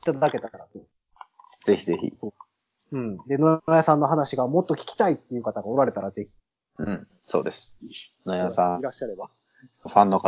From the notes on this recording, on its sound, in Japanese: 今回もスカイプの収録ですが、ちょっと音質悪目でございます。